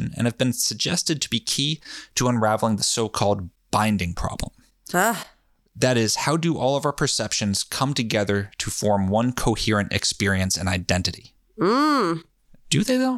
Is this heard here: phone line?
no